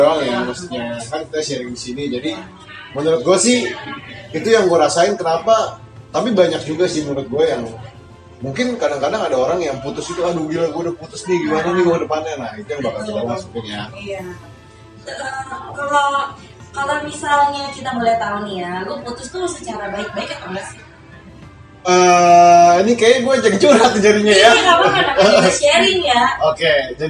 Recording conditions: background noise